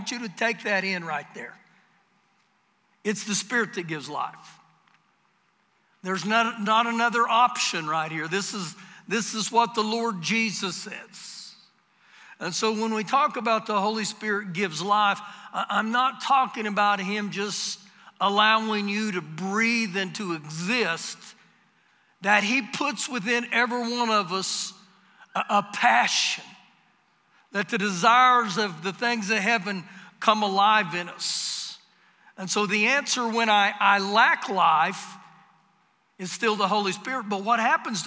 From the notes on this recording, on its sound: Recorded live during our Sunday morning service